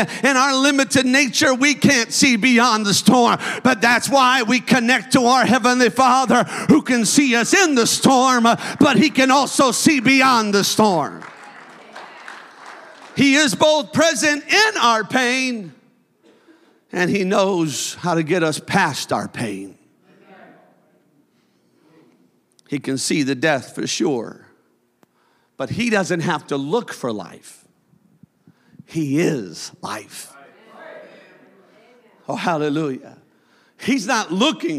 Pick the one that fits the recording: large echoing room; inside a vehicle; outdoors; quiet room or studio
large echoing room